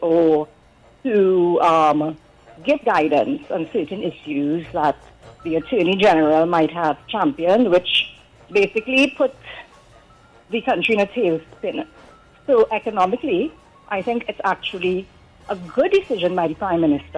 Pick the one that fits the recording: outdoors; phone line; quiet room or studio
phone line